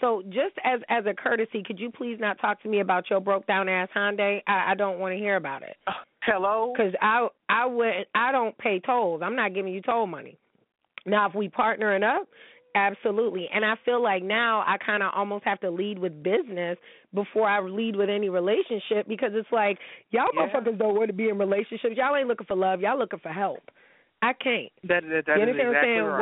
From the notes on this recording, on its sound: He is going to be calling in from Houston to tell me whats been going on.